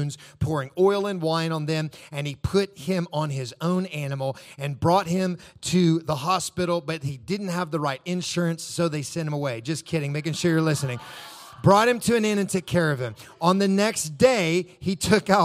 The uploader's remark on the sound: This is a recording of our complete service including communion and information about The Sound plans for July 2022.